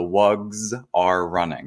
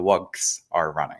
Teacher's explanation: that plural is it's actually a little bit more of a Z sound than an S sound · Shown in: first take